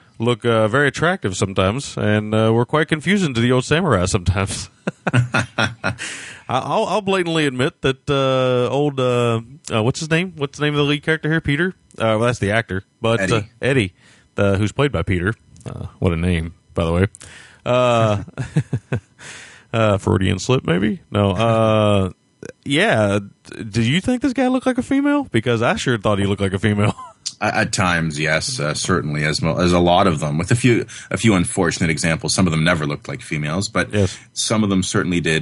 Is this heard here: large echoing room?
no